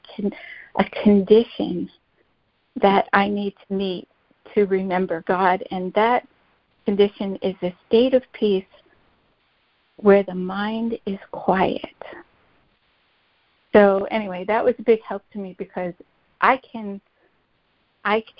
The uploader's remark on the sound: ACIM Daily Conference Call